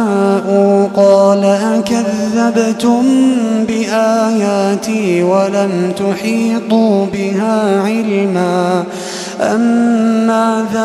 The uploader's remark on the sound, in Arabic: تسجيلات من صلاة التراويح لشهر رمضان عام 2016